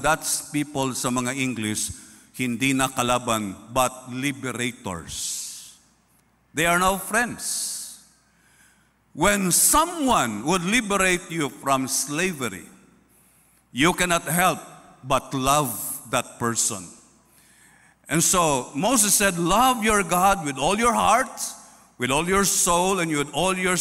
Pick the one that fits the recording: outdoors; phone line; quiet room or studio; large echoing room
large echoing room